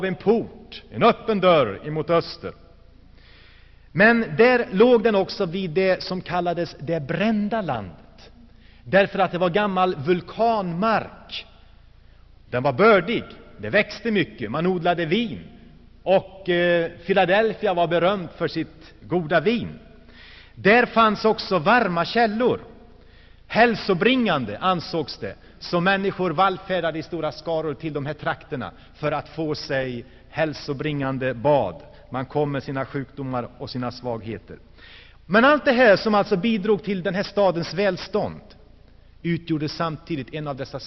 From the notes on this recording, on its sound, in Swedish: Inspelad i Saronkyrkan, Göteborg 1984-12-16.